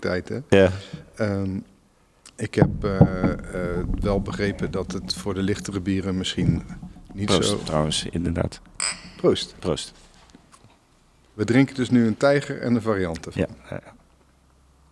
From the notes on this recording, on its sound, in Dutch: Live opgenomen in de brouwerij van Ramses. Ramses Bier in Wagenberg/Hooge Zwaluwe.